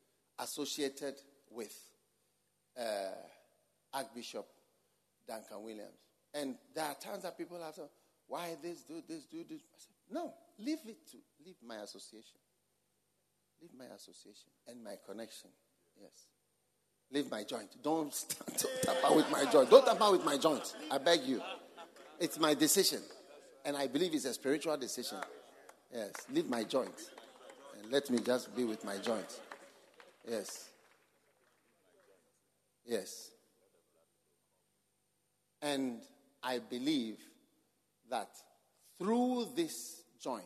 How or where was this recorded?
live audience